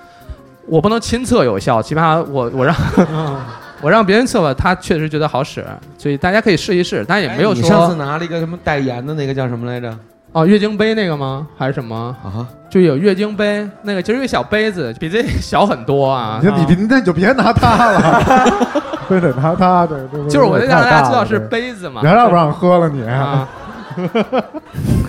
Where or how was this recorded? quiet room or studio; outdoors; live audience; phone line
live audience